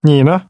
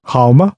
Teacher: The syllables 那 and 吗 are pronounced using this soft falling sound, as if the sound is fading away · Term: soft sound